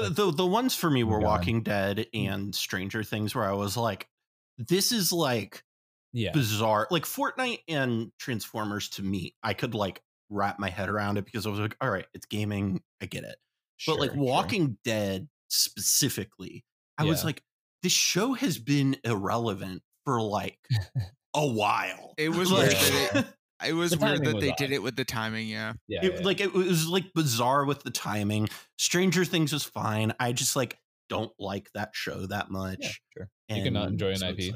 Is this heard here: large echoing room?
no